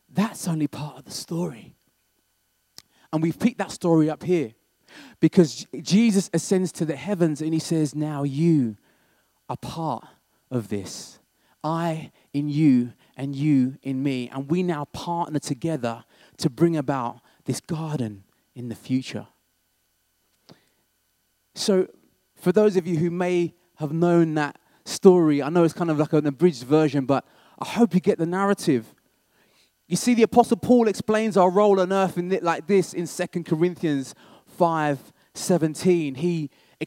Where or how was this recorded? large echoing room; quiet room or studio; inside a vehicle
large echoing room